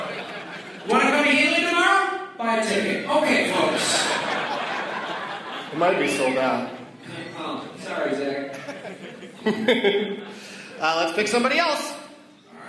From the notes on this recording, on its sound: against audience members at Arts Quest in Bethlehem, PA